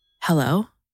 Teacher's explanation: She answers it in her soft, breathy voice.